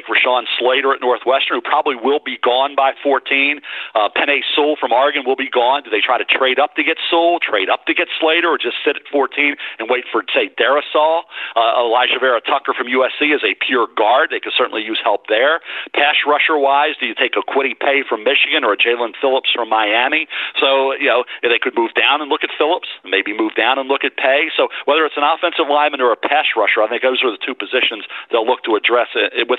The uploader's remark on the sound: NFL Draft Conference Call